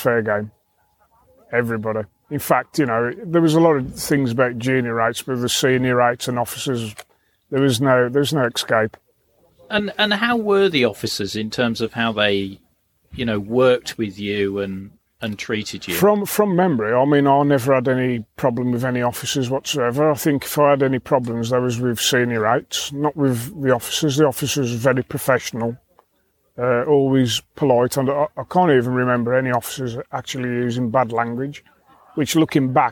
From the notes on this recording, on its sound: This episode was recorded at the Hack Green Nuclear Bunker Soviet Threat event so you will hear some background noise.